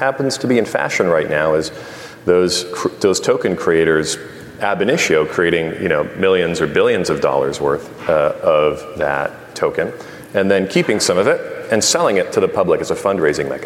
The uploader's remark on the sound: Live from Money20/20 USA